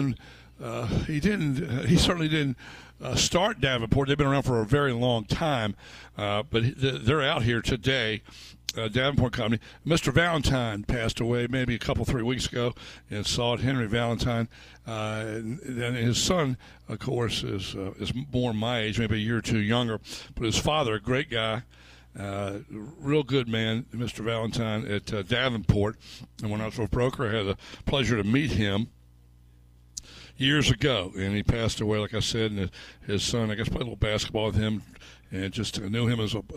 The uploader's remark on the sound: live at the Country Club of Virginia for the Dominion Energy Charity Classic